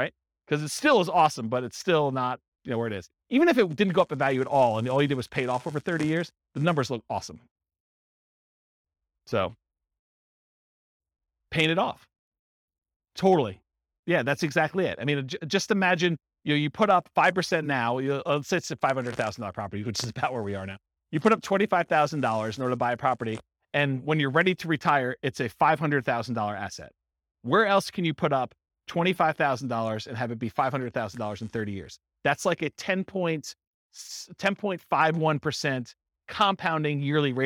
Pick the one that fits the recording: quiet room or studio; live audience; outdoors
live audience